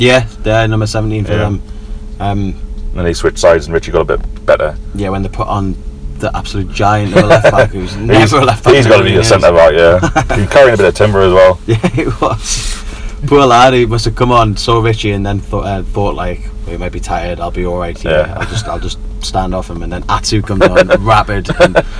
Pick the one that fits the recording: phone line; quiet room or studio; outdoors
outdoors